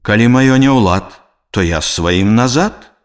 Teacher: Звонкі зычны «д» на канцы слова аглушаецца і вымаўляецца як зычны «т»